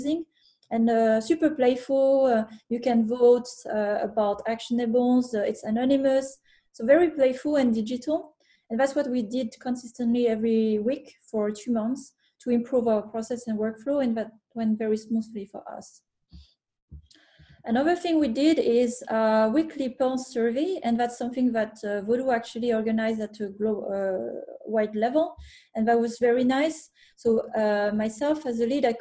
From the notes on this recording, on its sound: the recording from a webinar that we here at Elite Game Developers organized in May of 2020